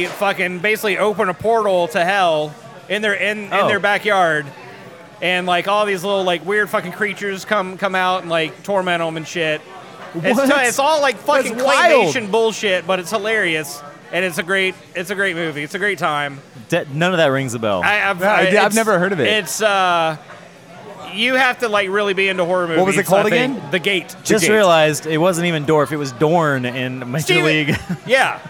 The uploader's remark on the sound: recorded at Rocky Mountain Pizza in Atlanta, GA!